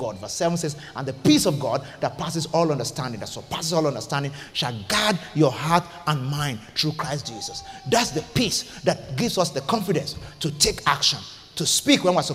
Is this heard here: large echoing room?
yes